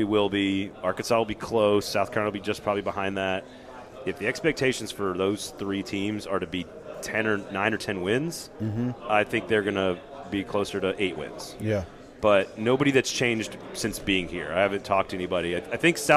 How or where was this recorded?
busy venue